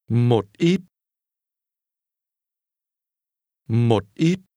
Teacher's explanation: Did your voice fall, then rise?